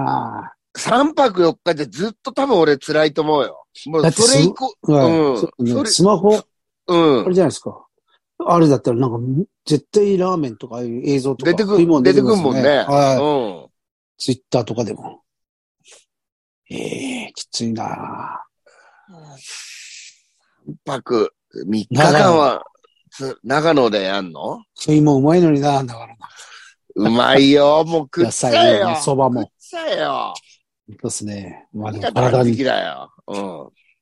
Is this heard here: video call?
yes